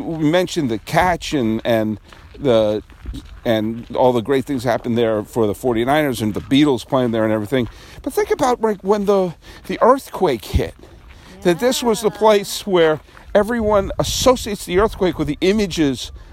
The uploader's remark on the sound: I recorded my first podcast of 2019 looking over the remains of Candlestick Park and contemplating timelessness.